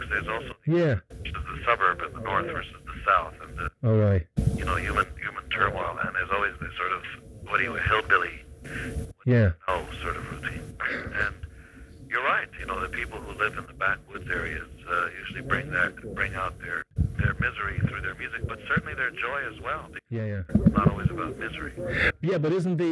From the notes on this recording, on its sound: if you are looking for Hi-Fi sound you came to the wrong place, it's a not-so-clear phone interview